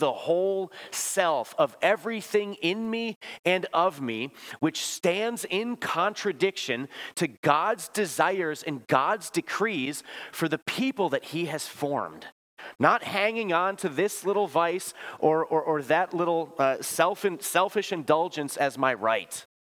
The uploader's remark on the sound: Bethany, Appleton, WI. Preached this sermon at Bethany's Sunday worship on January 7, 2023.